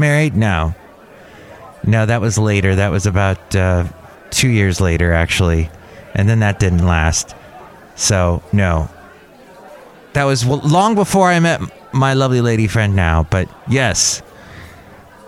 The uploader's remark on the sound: Podcasts live from Cafe Anyway.